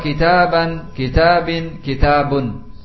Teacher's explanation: Seolah-olah dalam pengucapan kita ada nun yang mengikuti akhir isim. · Term: tanwin